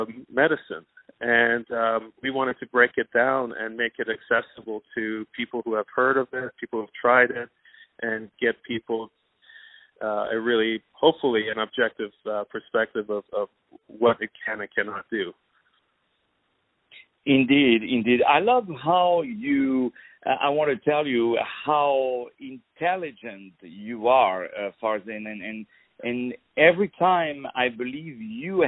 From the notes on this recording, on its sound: On the phone